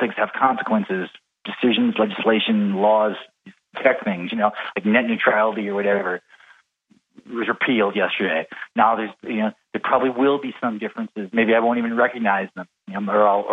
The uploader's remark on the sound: Via telephone from his home in Portland.